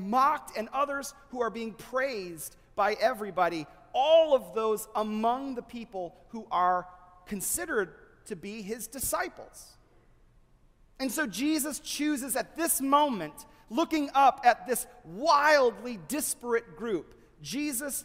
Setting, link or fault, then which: setting, large echoing room